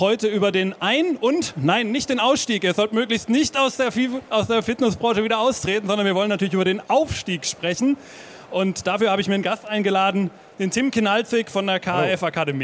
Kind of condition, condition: setting, busy venue